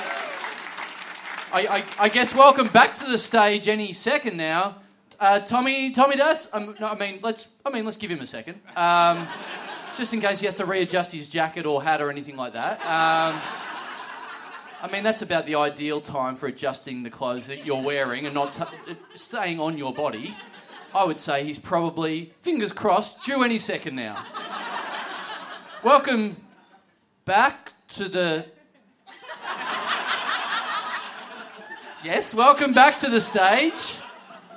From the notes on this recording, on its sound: Big live podcast and stand-up show.